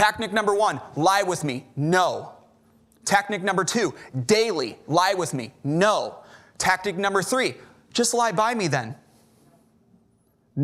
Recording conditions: large echoing room